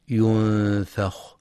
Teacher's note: وينتبه لترقيق الفاء في كلمة ينفخ، فلا يقرأ ينفخ بتفخيم الفاء